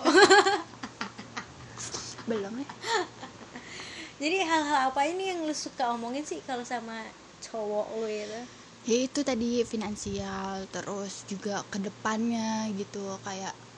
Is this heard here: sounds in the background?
yes